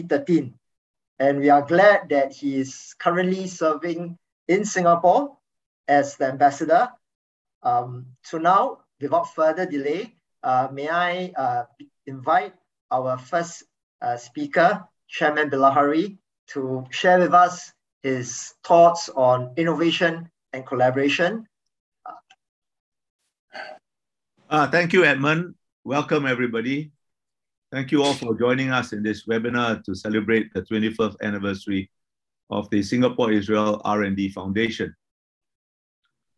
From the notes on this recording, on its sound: This webinar was organised by the Middle East Institute (NUS). This public talk was conducted online via Zoom.